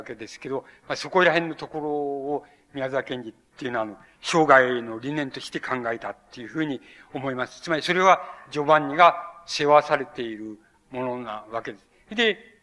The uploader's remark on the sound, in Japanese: 主催：日本近代文学館。場所：有楽町・よみうりホール。3年連続となった 「近代文学館・夏の文学教室」 での講演。音源は主催者提供。